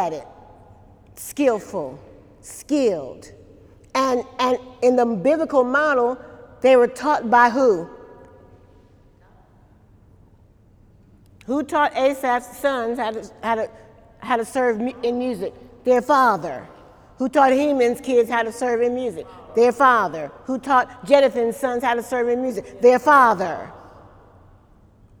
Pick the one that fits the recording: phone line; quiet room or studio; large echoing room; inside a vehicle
large echoing room